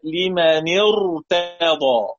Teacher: لمن نون مكسورة هنا ألف الوصل بينهم في الوصل هو لا ينطق، نون مكسورة بعدها راء، راء ساكنة تفخم